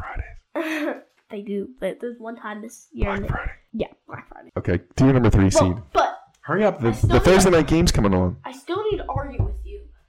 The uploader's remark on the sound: We apologize for the audio quality; as usual we're not good at this and the levels are garbage!